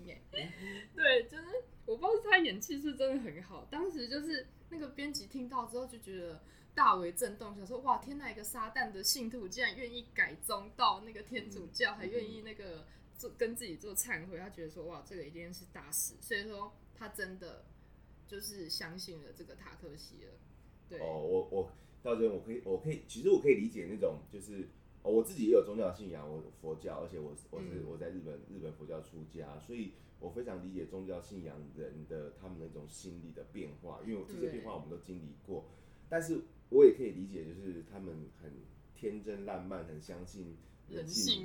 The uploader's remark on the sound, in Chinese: 本次錄音是在一般辦公空間進行，可能有小雜音跟馬路上的喇叭聲，絕對不是在做效果。